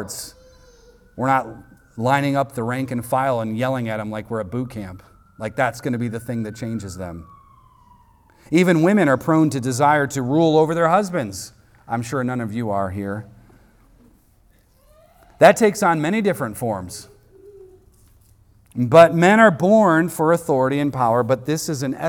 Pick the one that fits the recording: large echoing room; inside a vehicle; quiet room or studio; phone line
large echoing room